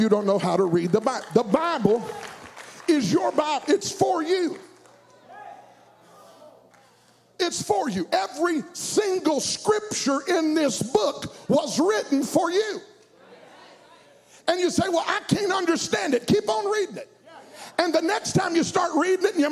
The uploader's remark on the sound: At Impact Youth Conference 2022.